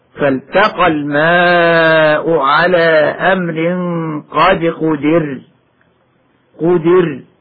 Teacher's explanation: راء يوقف عليها وتسكن لأجل الوقت ننظر إلى الحرف الذي قبلها، فإن كان ما قبلها مكسورا وجب ترقيق هذه الراء الموقوف عليها · Term: ترقيق الراء